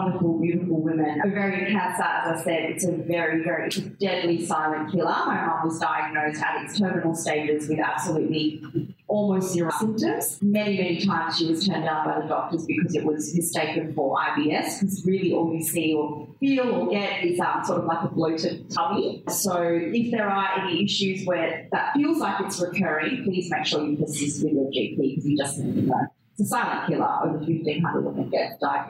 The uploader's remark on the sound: With 120 ladies in the audience for our very first live show 'Cocktail Conversations + Comedy... I'll admit the quality of this audio is less than ideal.